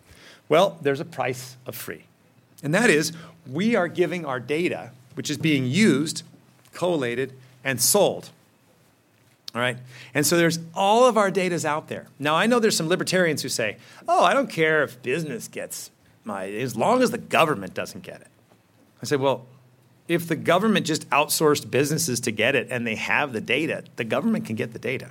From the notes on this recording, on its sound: In this episode, we’re bringing you a presentation that was delivered as part of the 2021 Acton Lecture series.